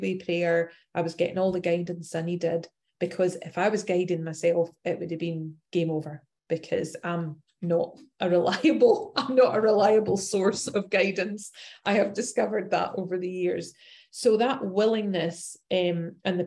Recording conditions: video call